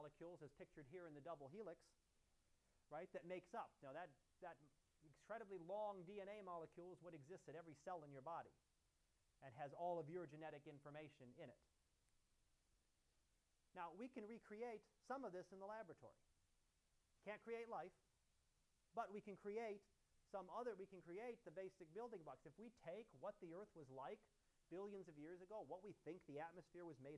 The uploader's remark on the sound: Live Class Lecture